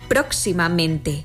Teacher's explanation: Así lo vemos en próximamente, donde se pronuncian con más fuerza las sílabas pro y men · Term: sílaba tónica